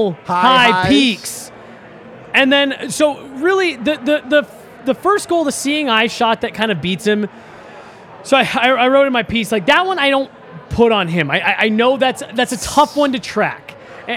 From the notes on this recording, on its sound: LIVE from the DNVR bar.